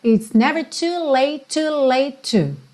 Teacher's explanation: Aqui é bem juntinho, olha que interessante. Too late, como ele fala late e já tem outro to na sequência, esses dois T's viram um T só